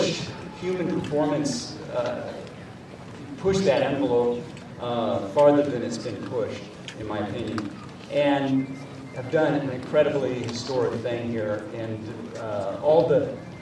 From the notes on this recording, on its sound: finish-line interview